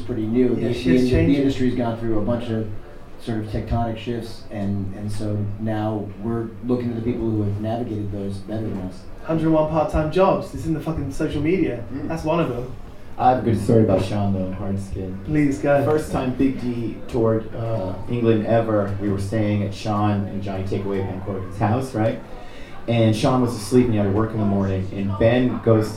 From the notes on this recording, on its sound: Live from Manchester Punk Festival